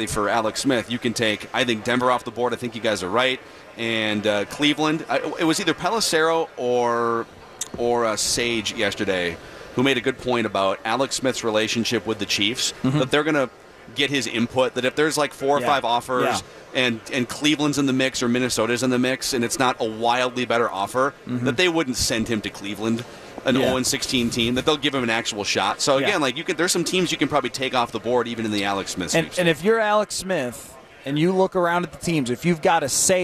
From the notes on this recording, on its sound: live from Radio Row all week